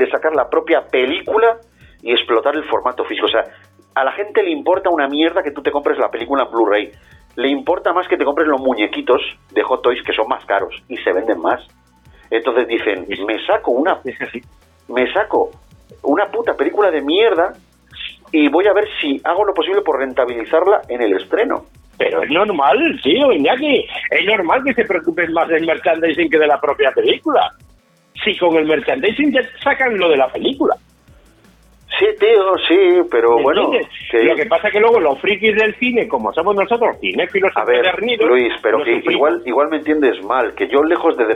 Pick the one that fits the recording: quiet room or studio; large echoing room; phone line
phone line